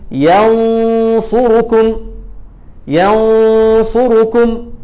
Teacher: لسانك معلق، ما هوش محقق اي حرف من الحروف، لا محقق النون ولا محقق الصاد، انما ممكن نقول ان هو مقرب من مخرج الحرف اللي جاي في الاخفاء، بتقرب من مخرج الحرف اللي جاي.